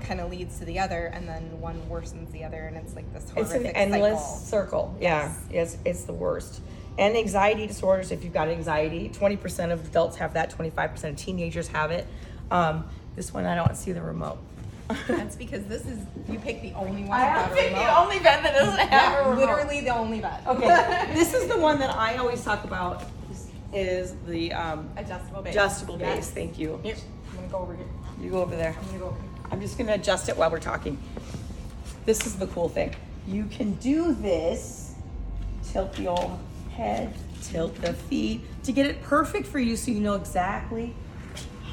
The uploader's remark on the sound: Say Too Much LIVE From Music Therapy! We went LIVE from our Music Therapy event.